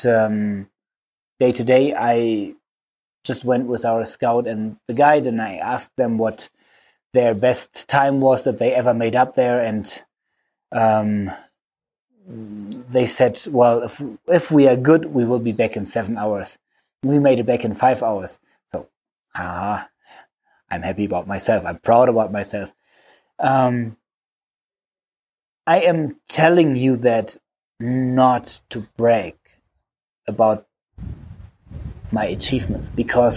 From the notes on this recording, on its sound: This Podcast I recorded for you in the middle of nowhere in the Ethiopian Simien Mountains after climbing the highest peak of Ethiopia.